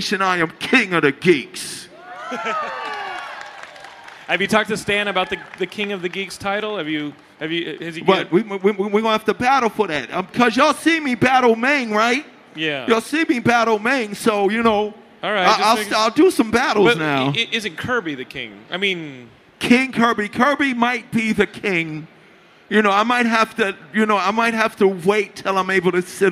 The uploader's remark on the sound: Another panel conversation from Stan Lee's Comikaze Expo 2015!